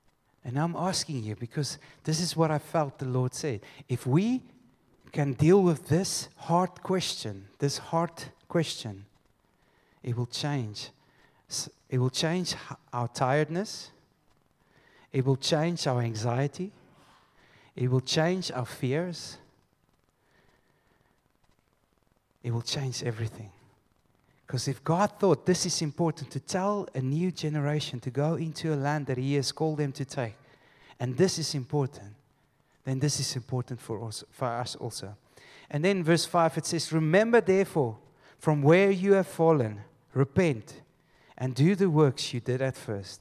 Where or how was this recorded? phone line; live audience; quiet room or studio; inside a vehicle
live audience